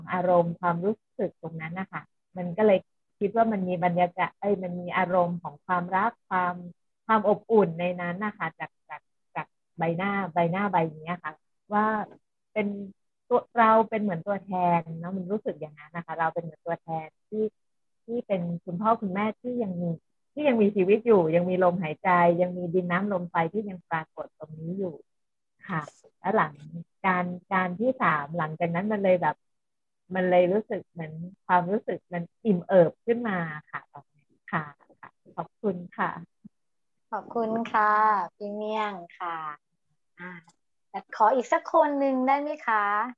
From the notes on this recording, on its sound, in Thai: คอร์สออนไลน์ (ผ่านโปรแกรม Zoom)